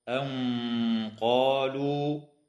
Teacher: إخفاء حقيقي للنون الساكنة عند القاف مع الغنة مفخمة